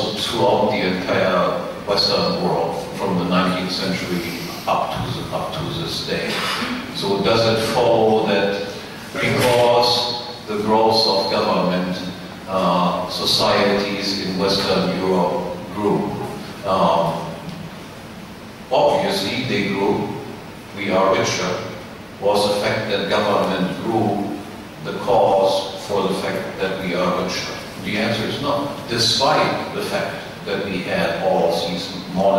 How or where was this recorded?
live audience